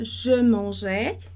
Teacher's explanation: E a gente vai sempre fazer esse som de é para o passé imparfait.